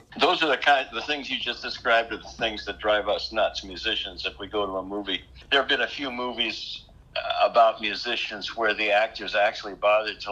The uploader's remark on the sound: This phone interview. This was recorded with a pretty simple setup, so please excuse any audio issues you may hear.